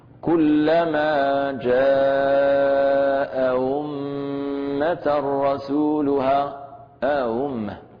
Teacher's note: الهمزة المسهلة المضمومة هي مخرجا بين الهمزة المحققة من أقصى الحلق وبين الواو الساكنة التي هي من الجوف